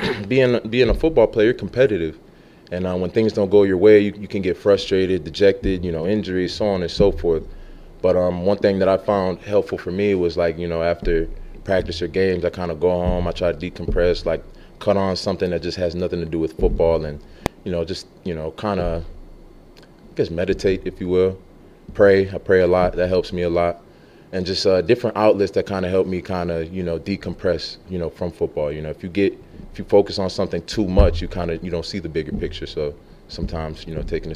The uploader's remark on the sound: Press Conference